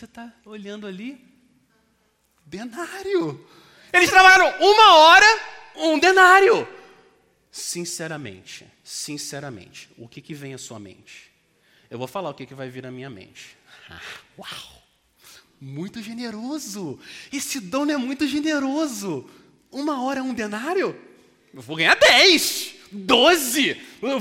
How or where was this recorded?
large echoing room